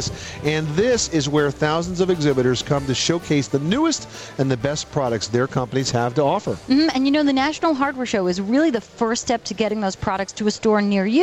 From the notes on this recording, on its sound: Live Broadcast from The National Hardware Show, Las Vegas, Nevada.